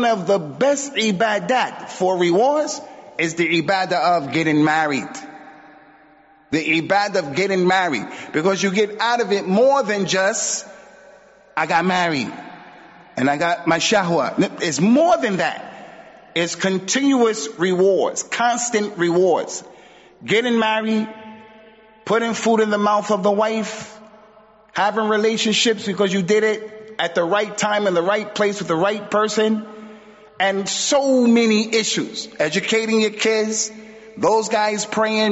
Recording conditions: large echoing room